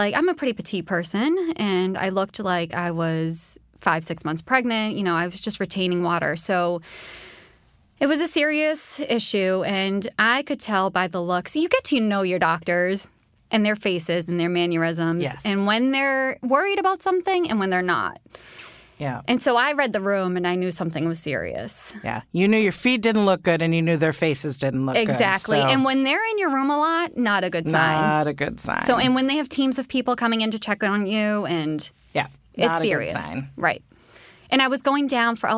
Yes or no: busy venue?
no